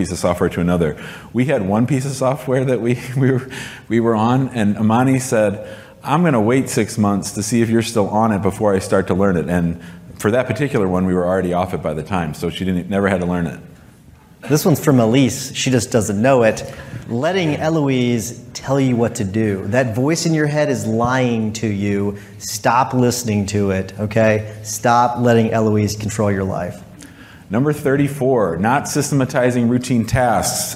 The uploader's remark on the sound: In this live podcast episode